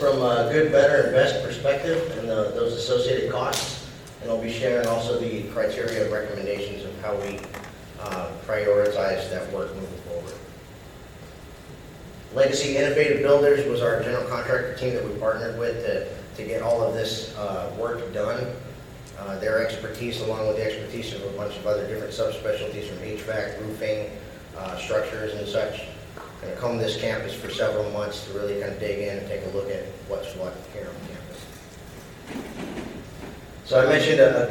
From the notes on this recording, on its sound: The following audio was excerpted from the Fall, 2022 VCS State of the School.